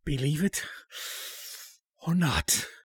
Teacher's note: he's very breathy, is Palance